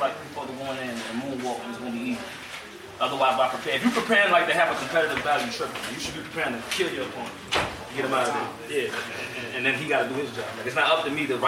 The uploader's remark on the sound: This was a video changed to MP3. Please excuse the poor sound quality.